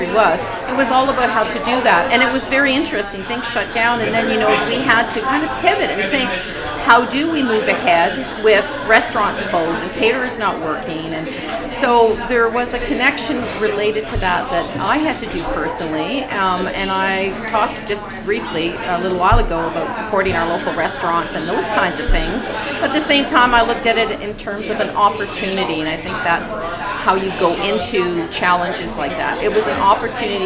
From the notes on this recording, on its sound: Recorded LIVE in TWIGGS Coffee Roasters, Downtown, North Bay, Ontario.